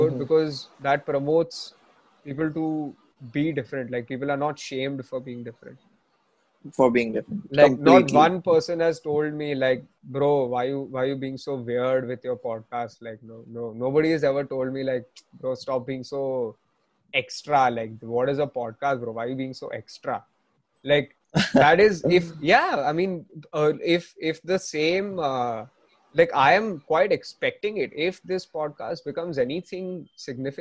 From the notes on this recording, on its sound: Zoom Meeting